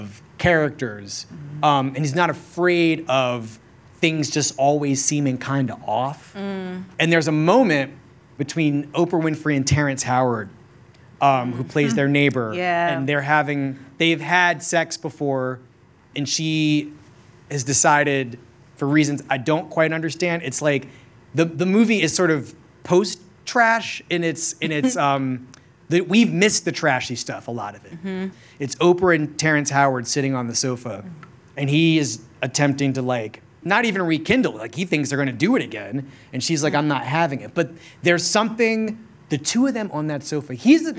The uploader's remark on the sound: A conversation recorded at our first ever live show at the Tribeca Film Festival.